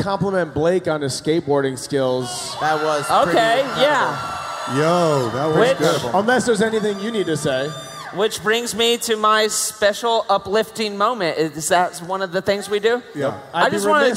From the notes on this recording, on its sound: Live From Kansas City!